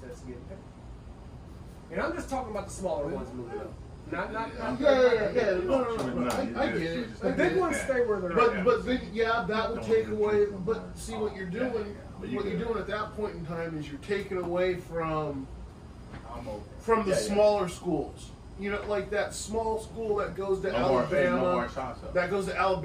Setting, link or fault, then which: fault, poor sound quality